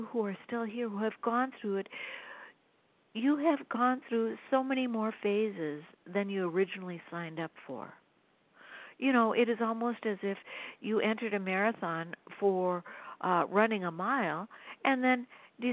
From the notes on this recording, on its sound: The sound quality of this week’s BlogTalk channel isn’t the best because I used a cell phone instead of a landline.